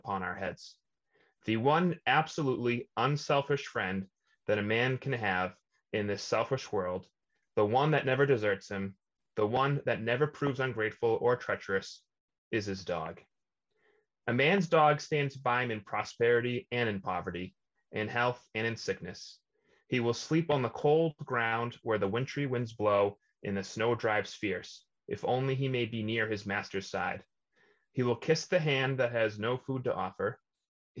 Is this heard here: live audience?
no